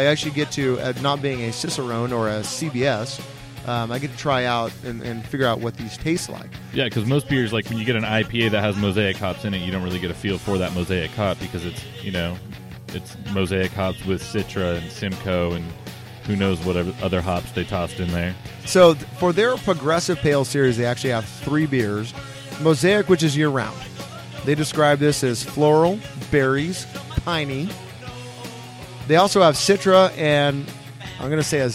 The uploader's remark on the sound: We go live for the first time at the Mission Oaks Cafe in Camarillo, CA